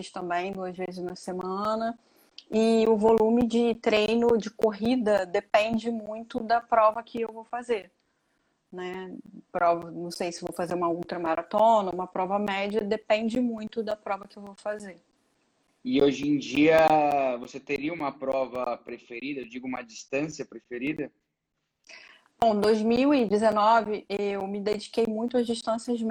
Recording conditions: video call